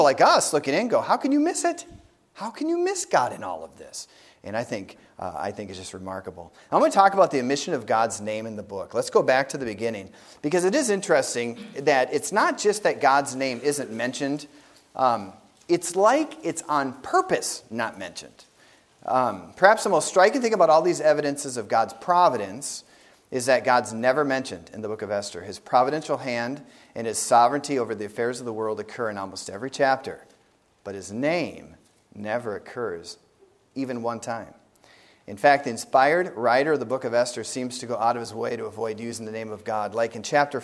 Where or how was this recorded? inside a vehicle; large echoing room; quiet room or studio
large echoing room